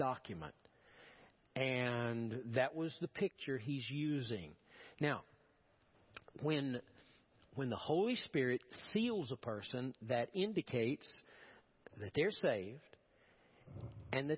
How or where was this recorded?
large echoing room